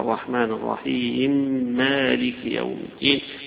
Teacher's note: كأن هنا الكسرة بتاعت الرحيم حيلغيها ويدغم الميم فيما يليها · Term: الإدغام